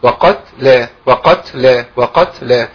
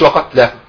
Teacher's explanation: التاء لا تخرج إلا بهمس · Shown in: first take · فإذا ما همستهاش سيبقى صعب شوية الهمس في الـ في التاء لما بيكون بعدها متحرك. · Term: الهمس في التاء الساكنة